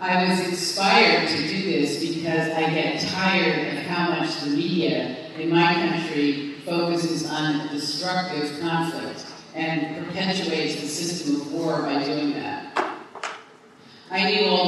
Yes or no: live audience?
yes